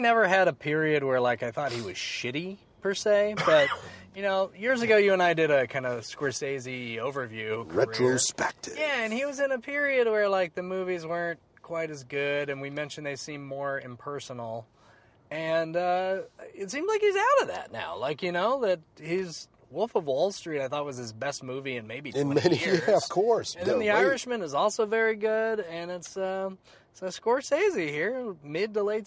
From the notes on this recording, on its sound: Back in the car to talk about it. Take a drive with us.